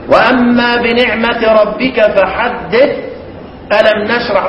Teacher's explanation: الشطرة الأولانية دي وسكتهم المختار، السكت المختار فيه أن يكون دون تنفس